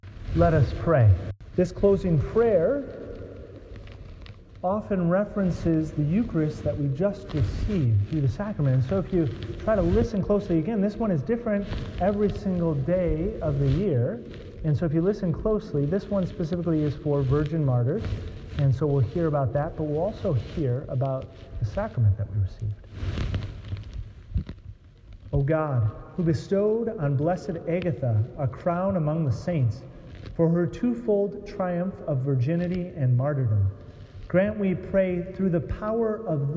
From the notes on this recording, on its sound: Sorry about the scratchiness of the sound. I had to put the microphone in my pocket which did not help.